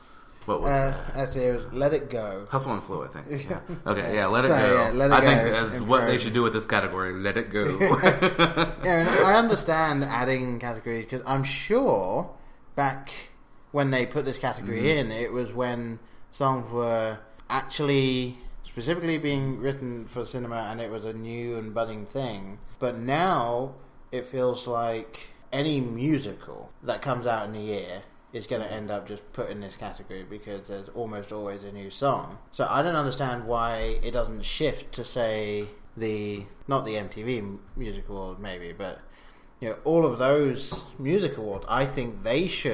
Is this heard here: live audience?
no